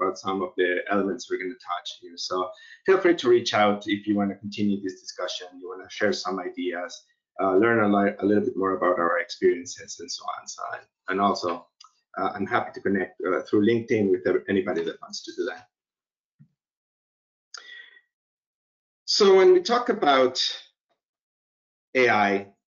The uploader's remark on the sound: Recorded as part of World Summit AI, AI in Action webinar series, 11th June 2020